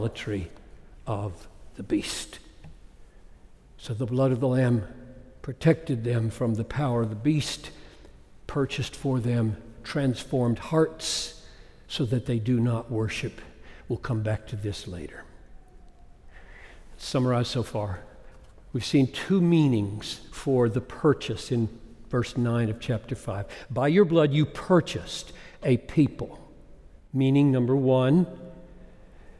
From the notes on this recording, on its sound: Preached this message at Bethlehem College & Seminary in Minneapolis.